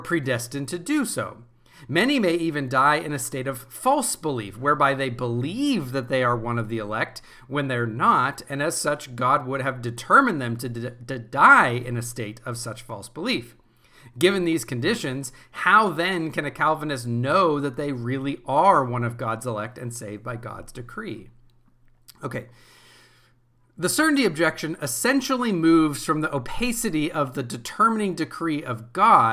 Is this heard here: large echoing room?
no